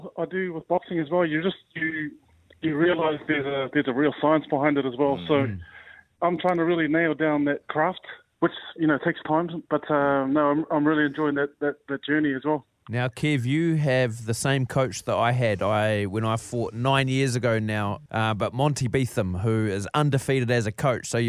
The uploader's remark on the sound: We were joined on the phone